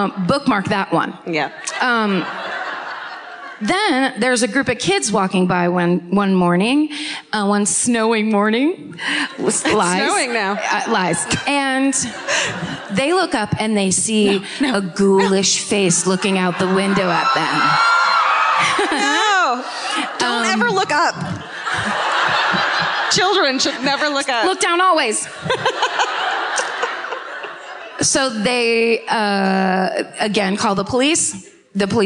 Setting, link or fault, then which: setting, live audience